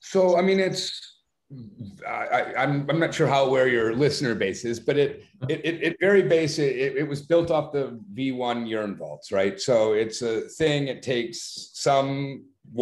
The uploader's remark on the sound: Joined a zoom meeting.